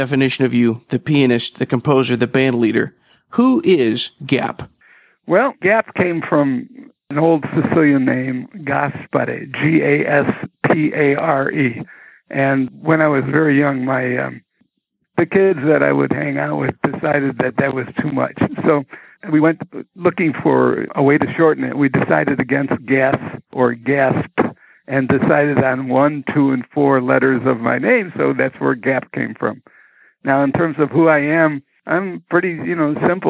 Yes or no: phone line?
yes